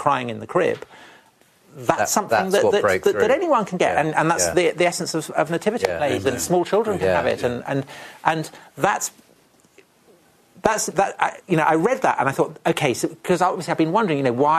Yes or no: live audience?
yes